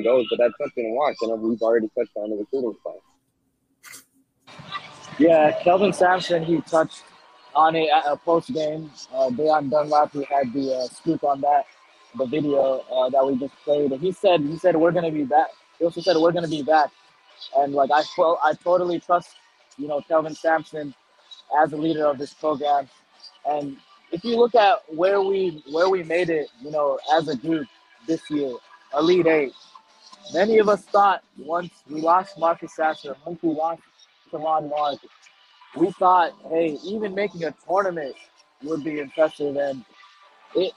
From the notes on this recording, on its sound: Live on-site from The Dakota East Side Ice House in San Antonio. Postgame show.